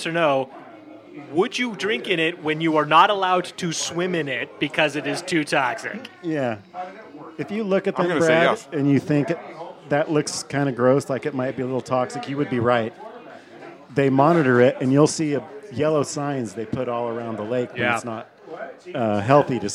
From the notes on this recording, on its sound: Little Red Hen in Greenlake. A bar known for line dancing and it's open mic nights. Recorded live at Sylvia's Little Red Hen on 8/18/2022.